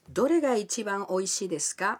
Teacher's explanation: Agregando desu ka y elevando la entonación al final de la frase, obtenemos una pregunta